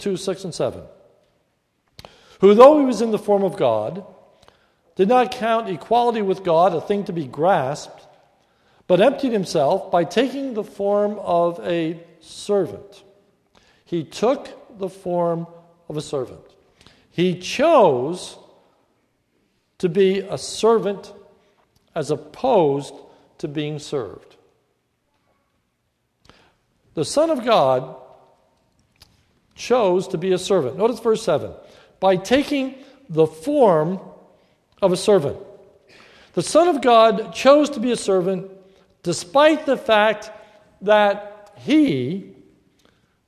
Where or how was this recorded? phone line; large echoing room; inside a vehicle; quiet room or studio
large echoing room